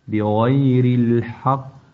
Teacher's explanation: هذا هو القلقلة الكبرى، إذا كان حرف القلقلة مشددا موقوفا عليه